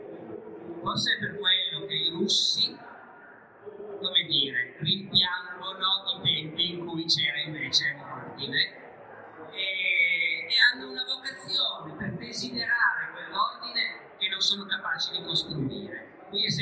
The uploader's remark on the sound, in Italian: Al Salone del Libro di Torino in una sala gremita. Audio restaurato al massimo possibile dall'originale.